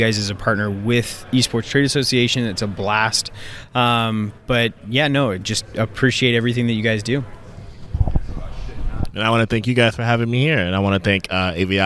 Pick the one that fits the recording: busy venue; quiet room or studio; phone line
busy venue